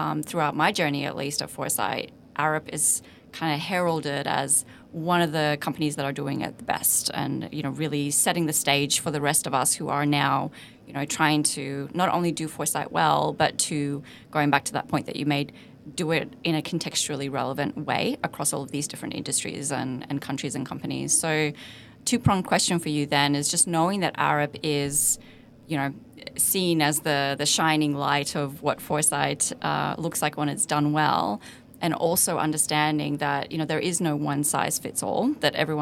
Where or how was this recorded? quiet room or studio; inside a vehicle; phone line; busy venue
busy venue